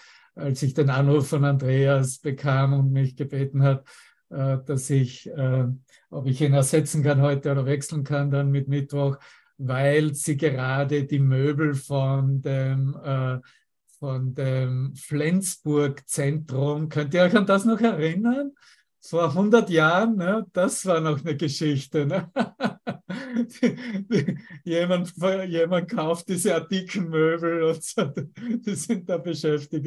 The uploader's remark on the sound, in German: Zoom-Session. Veranstaltet von der Aleph Akademie.